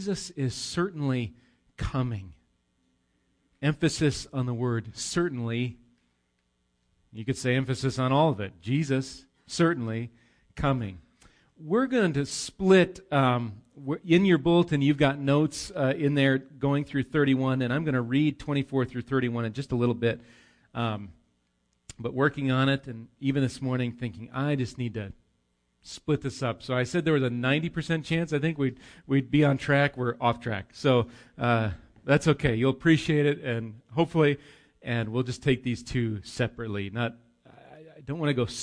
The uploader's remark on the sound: Recorded live at Bethany Bible Church